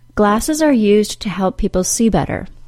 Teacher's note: In those sentences, the verb plus infinitive was not reduced to the same extent as the informal contraction used to when I'm not creating the habitual past, the Z sound and D sound of the verb used remain. The OO sound of the word to can still be reduced to schwa